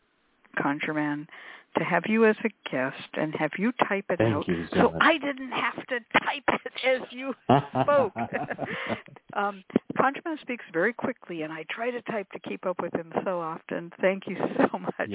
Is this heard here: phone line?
yes